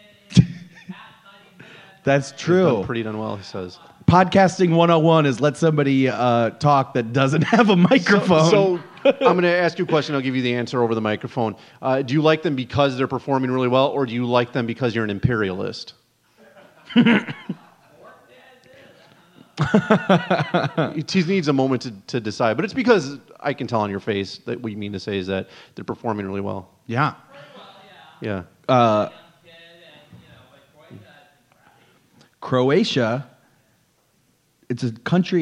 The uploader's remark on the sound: LIVE from the Ant Hall! Recorded LIVE at the Planet Ant Podcasts official launch party.